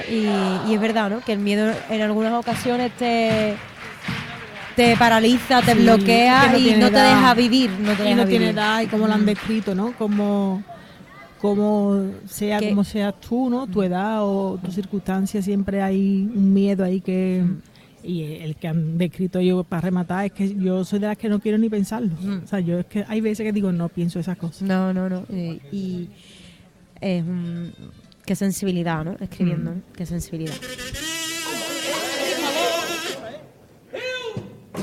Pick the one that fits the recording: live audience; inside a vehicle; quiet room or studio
live audience